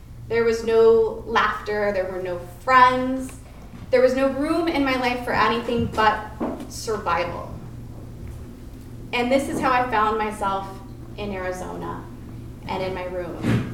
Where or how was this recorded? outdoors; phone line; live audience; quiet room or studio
live audience